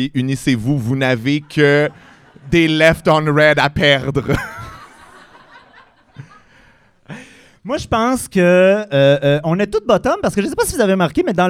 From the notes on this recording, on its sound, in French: Live devant pubis. C'est notre épisode devant pubis enregistré au Café Cléopâtre!